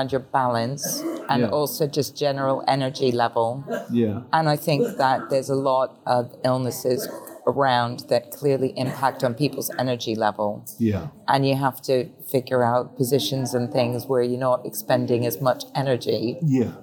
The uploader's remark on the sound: if you hear some little background noise and squeaking that's just the lovely hospital ambience coming out to you